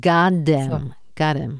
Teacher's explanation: 最後 T の発音が来るとき、だいたいアメリカン・イングリッシュはもっと D の発音近いか完全に抜けるどっちかで、こういう gotthem、ちょっと T とまた TH の発音が言いにくいじゃない、はい、 Got them だから完全に them の TH 発音抜けて、T がちょっと次のスナイデルで D のちょっと丸い感じで Gotthem、もう言うと Got them みたいなことで、はい